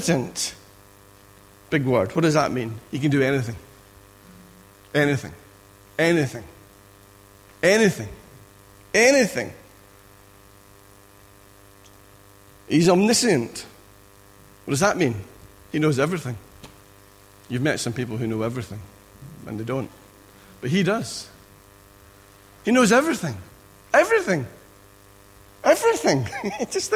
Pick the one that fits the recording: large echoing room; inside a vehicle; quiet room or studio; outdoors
large echoing room